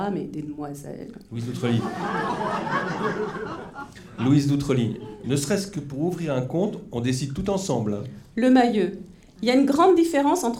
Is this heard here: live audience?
yes